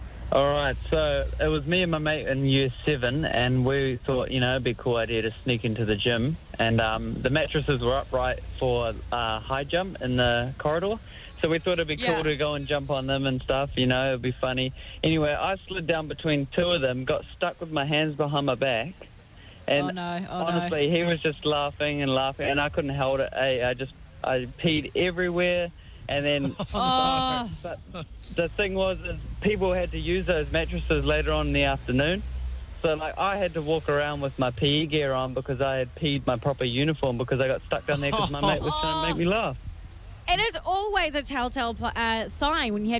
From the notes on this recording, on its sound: we're live from a billboard